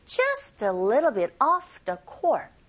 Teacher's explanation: Little t 사운드 r 소리 가깝게 발음하시고 little bit of off라는 단어에 조금 더 힘을 줘서 off라기보다는 아에 가깝게 off 이렇게 발음하시면 됩니다. · Just, just 자음의 소리로 끝나고 모음인지라 연결 연음 현상으로 just 하시면 되고요. Little t 사운드 r 소리 가깝게 발음하시고